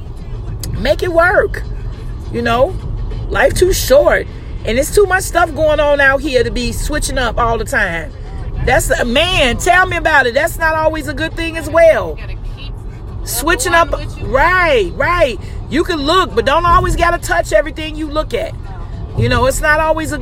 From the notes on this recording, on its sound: THE CONVERSATION IS DEFINITELY A FREESTYLE DISCUSSION WHILE DRIVING. THIS EPISODE IS REAL & UNCUT.